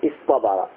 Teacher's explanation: فتاء الافتعال هذا ابدله طاء